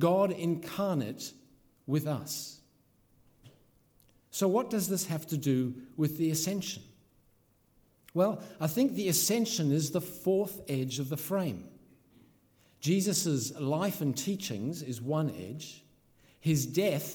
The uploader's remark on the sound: This sermon was originally preached at Holy Trinity Richmond on May 29th 2022.